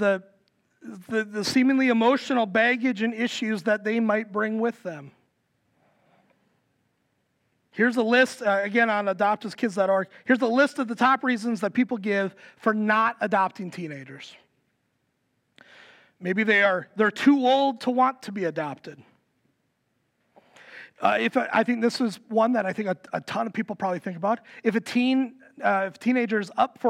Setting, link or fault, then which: setting, large echoing room